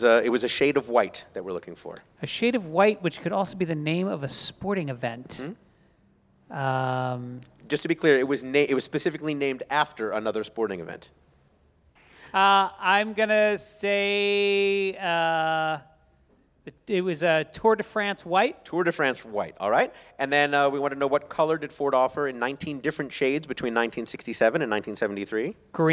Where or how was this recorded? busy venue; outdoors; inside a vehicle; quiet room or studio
busy venue